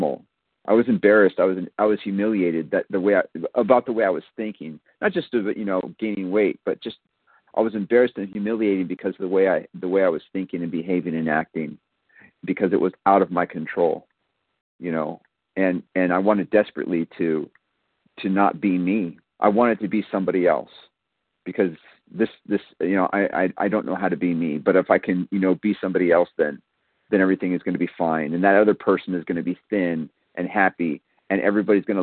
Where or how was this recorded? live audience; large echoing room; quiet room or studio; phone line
phone line